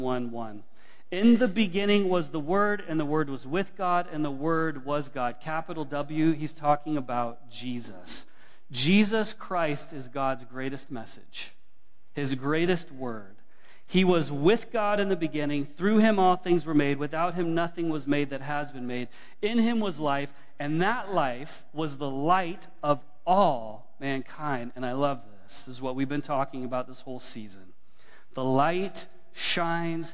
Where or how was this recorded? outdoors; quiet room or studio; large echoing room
large echoing room